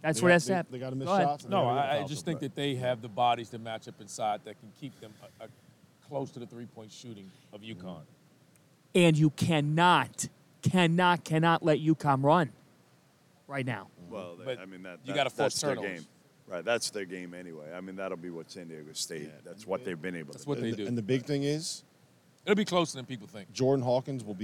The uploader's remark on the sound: Final Four Reaction LIVE from NRG Stadium! Recap the Final Four games live from NRG Stadium in Houston!